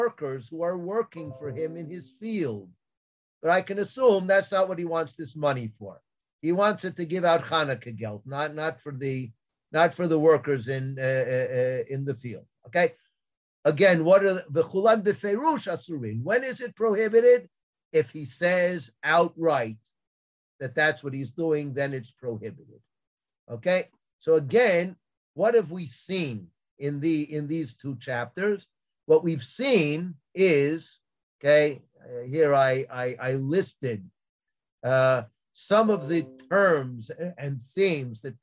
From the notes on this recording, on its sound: This audio was originally captured from Zoom